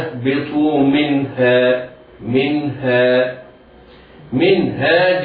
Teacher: بأن ينطق الحرف المظهر وهو النون في سلاسة ويسر، ينطق بعدها الهاء دون سكت بينهما · Term: الإظهار الحلقي